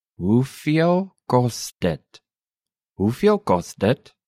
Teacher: Note the rising intonation.